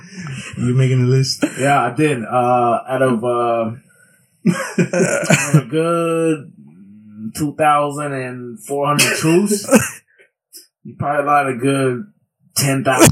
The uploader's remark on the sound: PLEASE EXCUSE OUR BAD AUDIO ON THIS EPISODE. WE APOLOGIZE AND WILL CONTINUE TO IMPROVE OUR RECORDING.